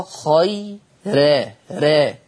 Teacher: اتفقنا أن ورش يرقق كل راء مفتوحة أو مضمومة مسبوقة بكسر أصلي أو بياء، سواء كانت هذه الياء مادية أو لينة. يبقى في كلمة خير راء مرققة خيرا را، السبب لأنها مفتوحة ومسبوقة بياء لينة.